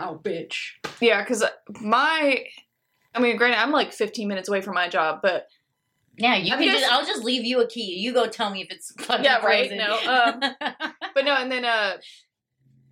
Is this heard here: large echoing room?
no